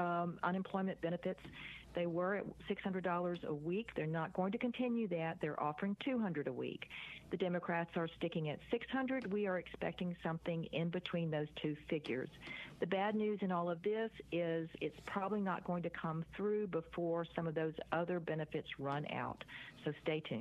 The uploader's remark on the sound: In addition to answering your phone calls and emails. Various phone calls touched on other topics.